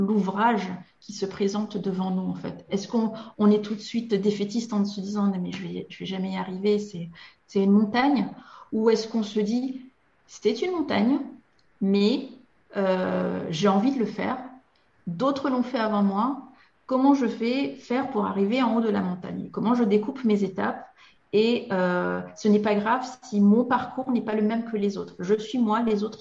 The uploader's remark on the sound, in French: Dans cet épisode tiré de mes archives de webinaire.